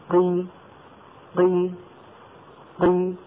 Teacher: وإن كان الحرف مكسورا أيضا يبتعد الطرفان في مخرج القاف ويصاحب هذا انخفاض للفك السفلي